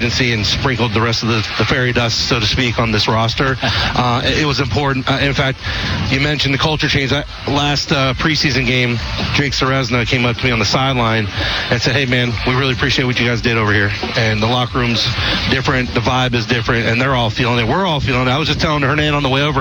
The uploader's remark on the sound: LIVE from Commonwealth Stadium for Fan Day